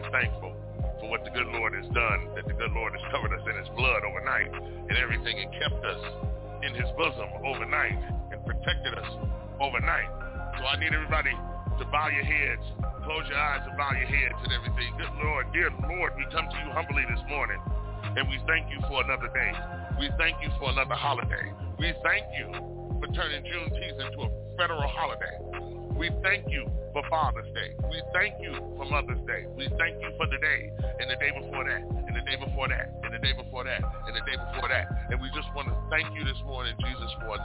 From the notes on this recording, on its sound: we gonna have these ladies live on the phone